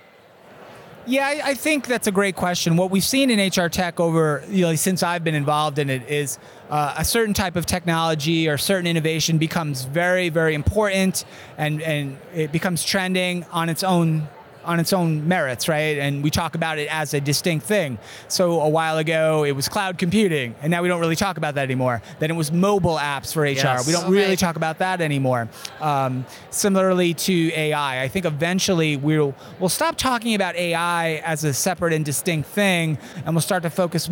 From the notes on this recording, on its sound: We continue our series live from the floor of the 2023 HR Technology Conference.